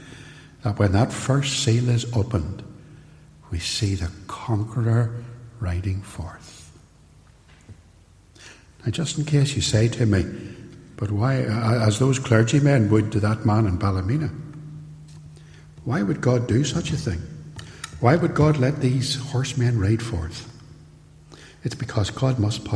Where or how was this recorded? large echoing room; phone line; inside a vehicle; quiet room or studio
large echoing room